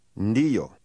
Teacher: This word begins with an N-D sound, as in the English word bond.